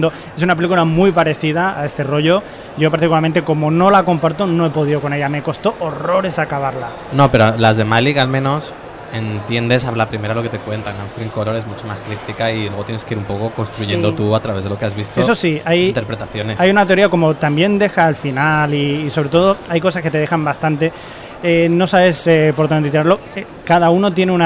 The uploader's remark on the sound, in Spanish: Hemos sobrevivido a otra edición del Festival Internacional de Cinema Fantàstic de Catalunya. Sitges 2013 y como le hemos cogido el gusto, hemos vuelto a grabar el podcast desde el festival. Hemos montado el equipo en el hall del Hotel Meliá Sitges, justo al ladito del Auditori.